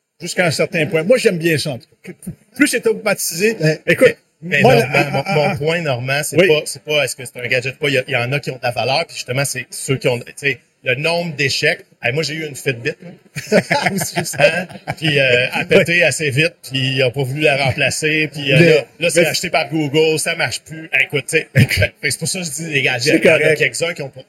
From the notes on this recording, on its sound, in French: En direct du Hardtech à Montréal